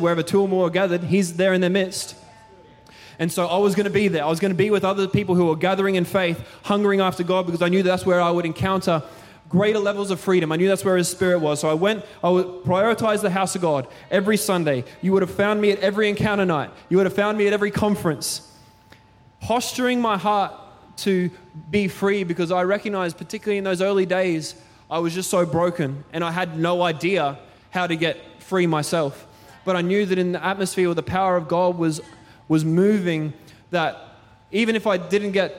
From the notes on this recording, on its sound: Recorded during our 5pm service on Sunday, the 29nd of October 2023.